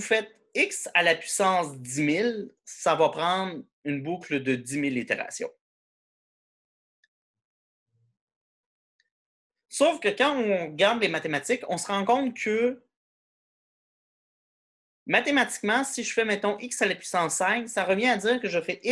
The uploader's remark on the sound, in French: cours en ligne sur Zoom